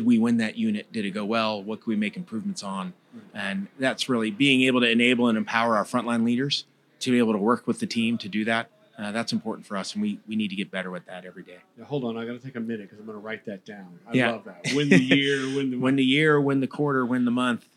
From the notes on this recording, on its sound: Broadcasting live from the heart of downtown Orlando at the illustrious Dr. Amidst the vibrant atmosphere of the summit. Recorded live at the 2023 Make More Manufacturing Summit , hosted at the iconic Dr. Phillips Center for the Performing Arts.